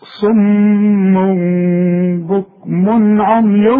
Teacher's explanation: مش هنضم شفايتنا عند هذه الكلمة ونغنها